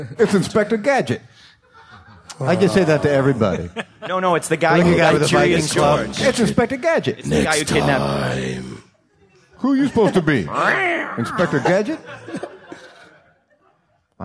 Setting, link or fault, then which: setting, live audience